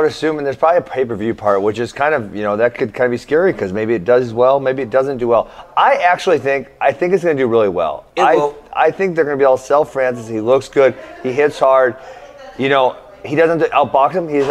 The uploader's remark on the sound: a special edition of Funky and the Champ LIVE from the wrestling championships in Fargo, North Dakota